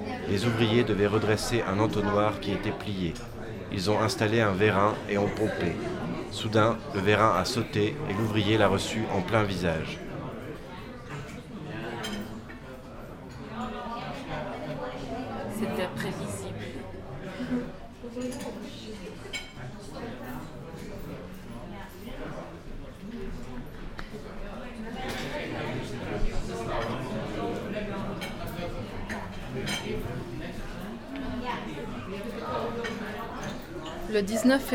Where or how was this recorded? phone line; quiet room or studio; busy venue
busy venue